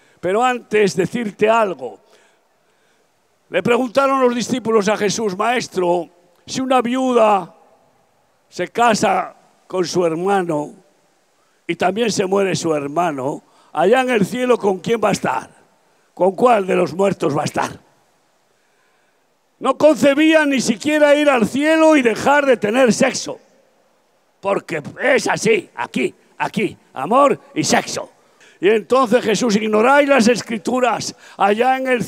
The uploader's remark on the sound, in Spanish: Predicación al aire libre. Campaña evangelística grabada el 27 de Abril 2023 en Valencia - España.